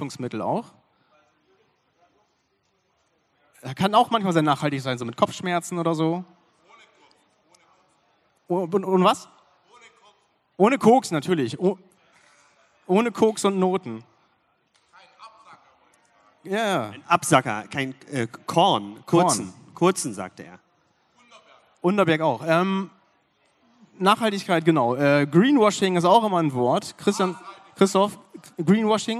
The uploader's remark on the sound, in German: Unsere 30 Minuten LIVE-Mitschnitt vom BLG-Podcastfestival der diesjährigen BREMINALE.